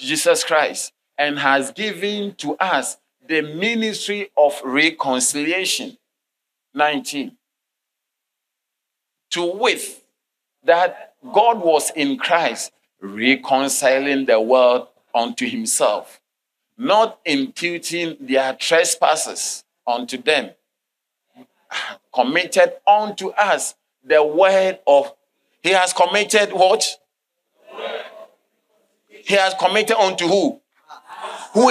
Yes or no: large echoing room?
yes